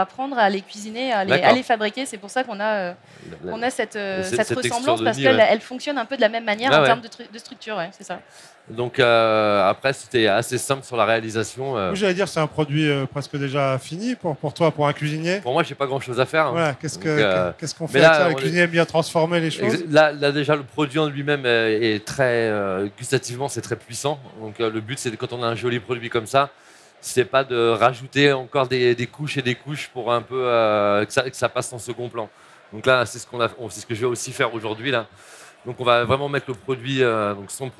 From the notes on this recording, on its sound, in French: Sur la Scène Talks Omnivore Food Festival Paris 2021.